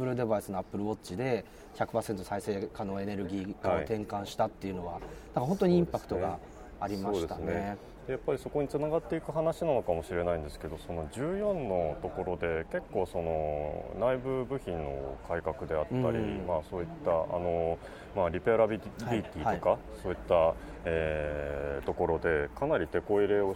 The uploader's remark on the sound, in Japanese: Appleイベント2日目、昼下がりのApple Park Visitor Center屋上で。